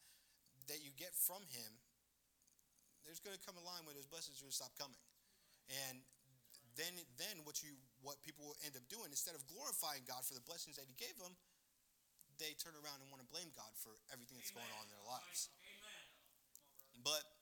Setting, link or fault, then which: setting, large echoing room